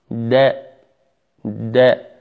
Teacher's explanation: من طرف اللسان، طرف اللسان إلى الحنك الأعلى، داء إد إد، فإذا نزل إلى الأسنان يصير إد إد، وهذا من الخطأ. · Term: الدال